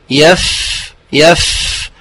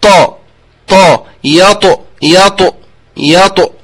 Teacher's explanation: يعني ينحبس النفس في المخرج · Shown in: second take